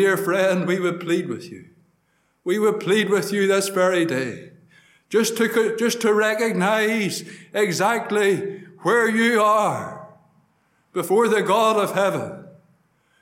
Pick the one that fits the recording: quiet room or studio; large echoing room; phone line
large echoing room